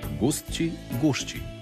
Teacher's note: jednačenje po mjestu tvorbe